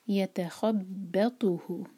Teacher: ی ت دونوں لائٹ اور ایک ایک حرکہ. اس کے بعد خا جو ہے ہیوی لیٹر ہے.